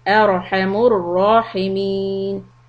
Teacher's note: Remember to keep the ra all heavy.